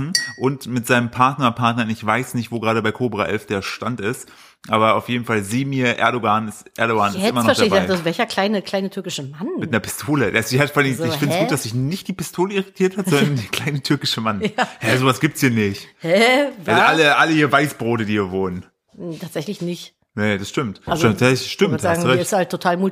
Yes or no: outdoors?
no